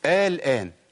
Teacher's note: طيب أعمل إيه هنا؟ ده اسمه مد لازم، حرف المد جه بعديه سكون